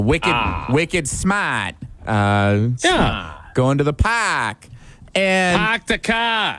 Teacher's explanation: They don't say R, but he said they replace it with A-A-H. · Term: Boston accent